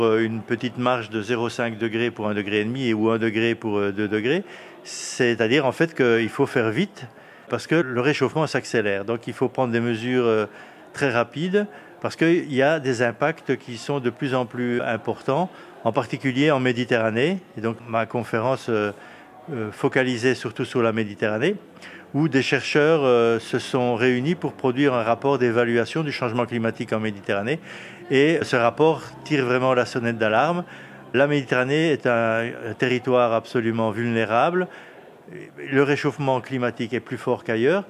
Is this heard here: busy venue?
yes